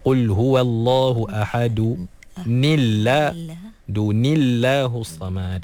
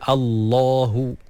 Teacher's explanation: Dan bila kita baca dengan baris bawah pada tanwin tu, automatik lafzul jalalah dinipiskan, diterkikkan. Jadi asalnya tebal Allahu.